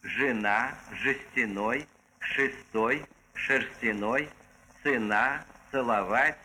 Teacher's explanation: После «ж», «ш» и «ц» буква «е» произносится в неударяемых слогах так же, как произносится буква «а» после «ж» и «ш», то есть очень близко к «ы».